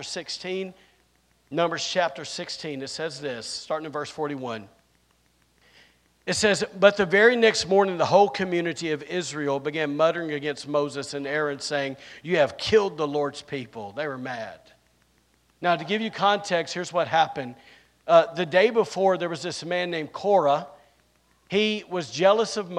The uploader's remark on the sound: recorded on Sunday, April 2nd, 2023, during service at The Anchor Church in Rockport, Maine